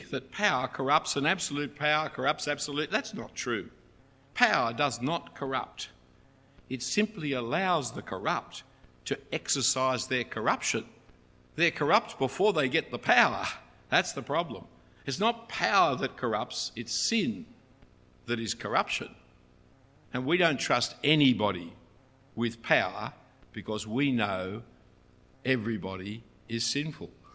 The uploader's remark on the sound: A talk preached at St Ebbes in Oxford, UK.